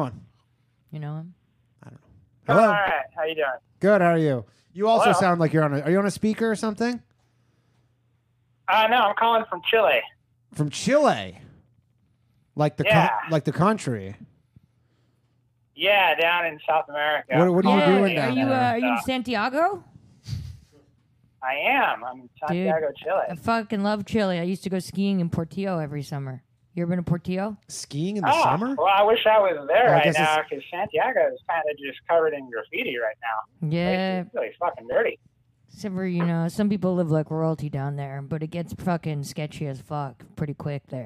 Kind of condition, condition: link, phone line